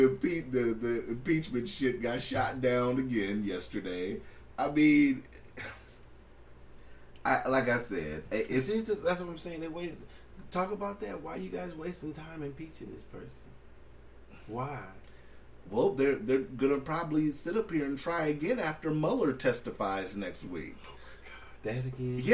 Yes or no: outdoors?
no